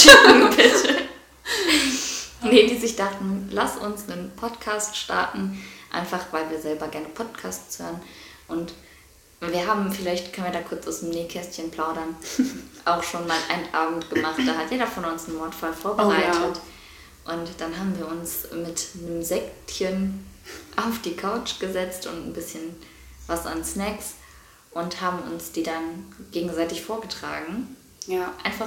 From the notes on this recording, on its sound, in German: Werden von den Leuten mit denen wir zum Aufnahmezeitpunkt im Urlaub waren unterbrochen. Wir wissen, dass die Audioqualität dieser Folge nicht einmal die untersten Standards erfüllt.